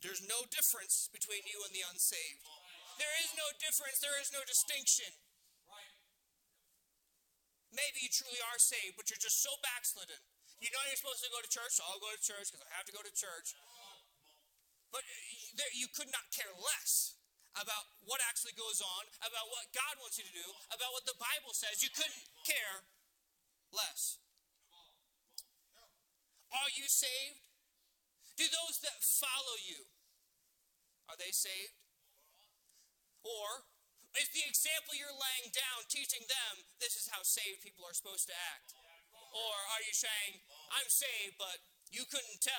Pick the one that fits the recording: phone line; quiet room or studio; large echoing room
large echoing room